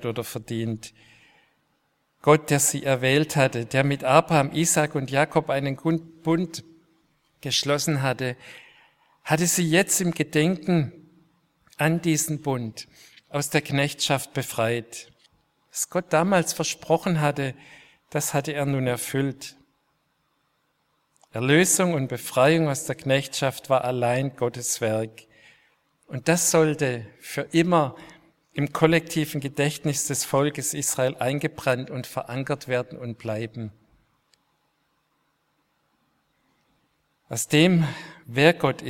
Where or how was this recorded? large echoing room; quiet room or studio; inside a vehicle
large echoing room